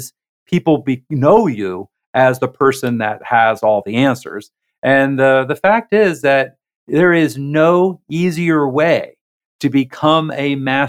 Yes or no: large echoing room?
no